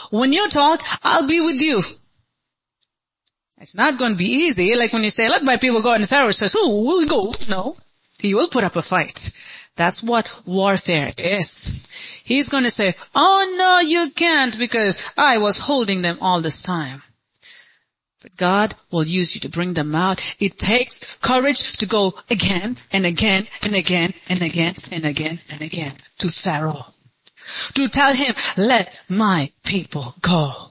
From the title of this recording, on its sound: Sunday Service - 04.23.2023